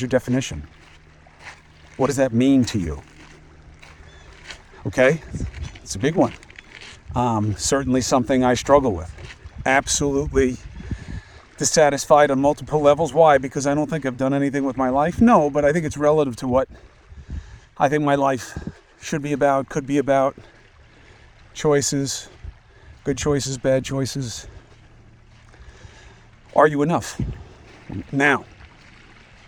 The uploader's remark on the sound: From the beach. Walk and Talk.